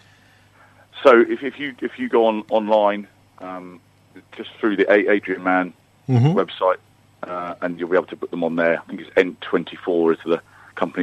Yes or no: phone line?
yes